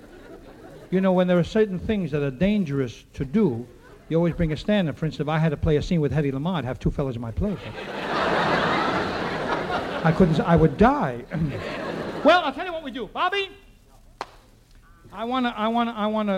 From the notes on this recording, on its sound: takes questions from the audience